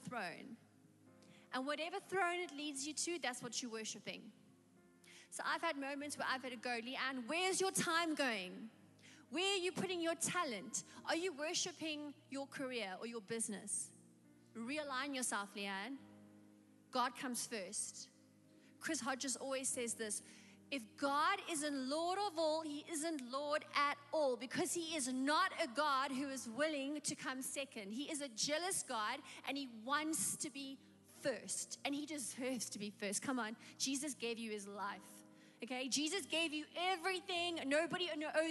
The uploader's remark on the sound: Recorded live on Sunday the 24th October 2021